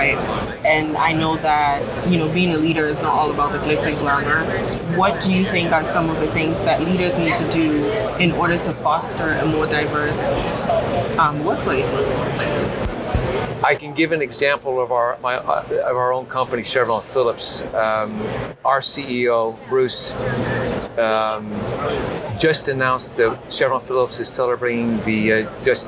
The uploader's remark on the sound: live at ANTEC® 2022